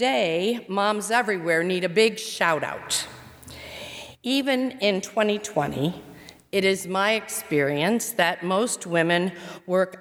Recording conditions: large echoing room